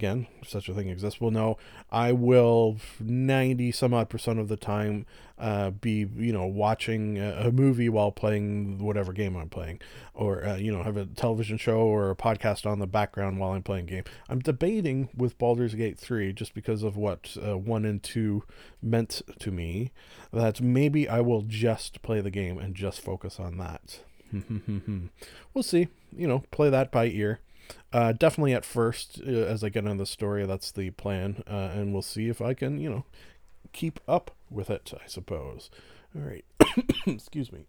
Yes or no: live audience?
no